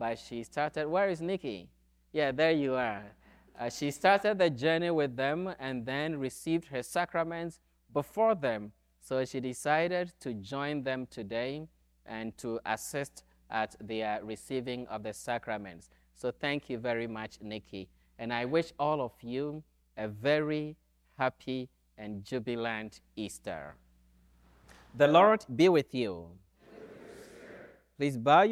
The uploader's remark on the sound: Easter Vigil from Holy Spirit Catholic Church in Creston Iowa